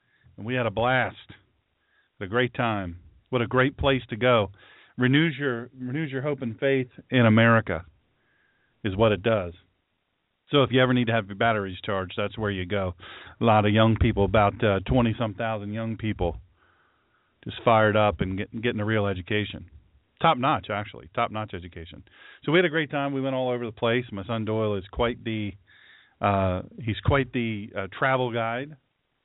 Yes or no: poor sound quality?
no